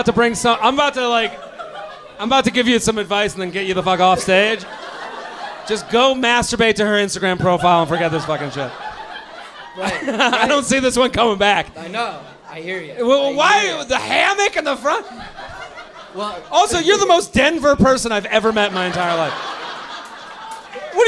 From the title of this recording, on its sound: LIVE From Comedy Works in Denver